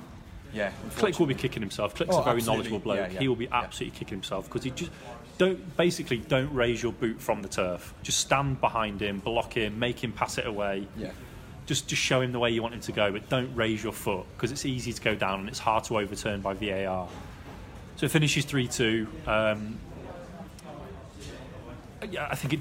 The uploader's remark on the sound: LIVE from Stamford Bridge